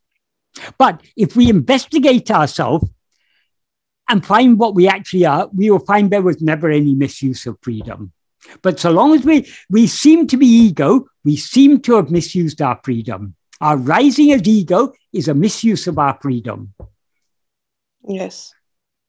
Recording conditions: video call